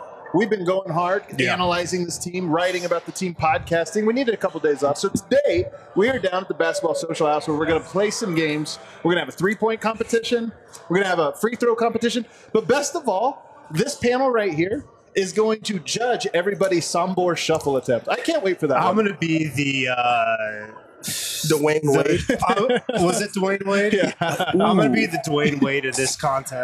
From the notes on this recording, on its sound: Live from the Basketball Social House in Denver.